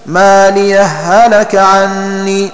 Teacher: إدغام الهاء الأولى في الثانية هكذا ما ليهلك عني، وإظهارها عندها، ولا يتحقق هذا الإظهار إلا بالسكت على الهاء الأولى سكتة خفيفة من غير تنفس هكذا ما ليهلك عني.